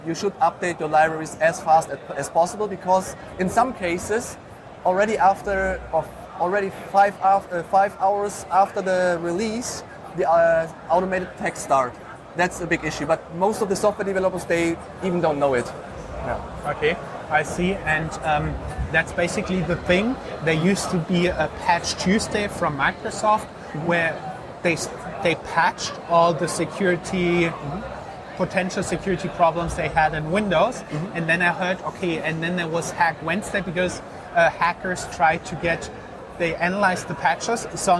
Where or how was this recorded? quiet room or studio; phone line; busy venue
busy venue